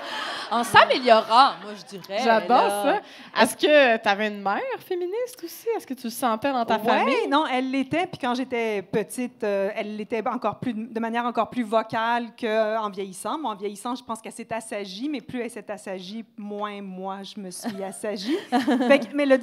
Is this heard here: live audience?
yes